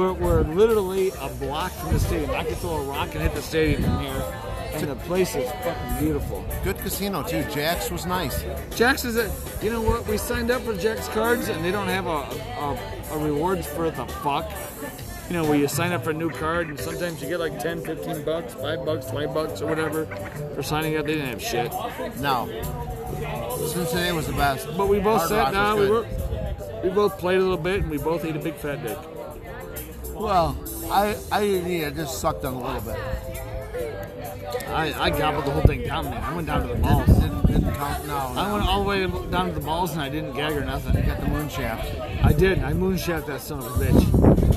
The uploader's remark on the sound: we're outside on the patio at The Thirsty Parrot.